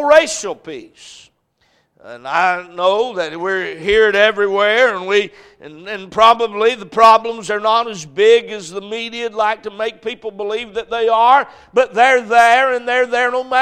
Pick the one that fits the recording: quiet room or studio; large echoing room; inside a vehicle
large echoing room